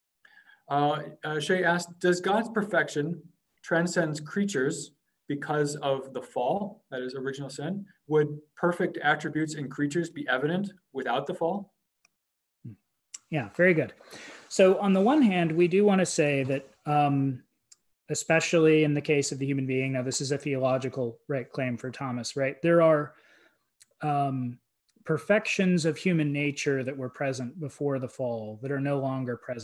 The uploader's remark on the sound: A webinar lecture.